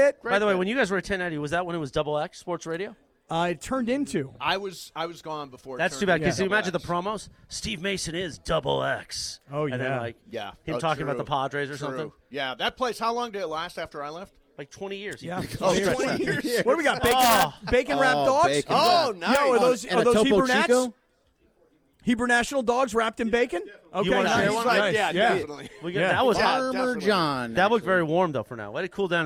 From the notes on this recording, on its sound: Live From Sunday Swagger HQ! LIVE at Sunday Swagger in Yorba Linda!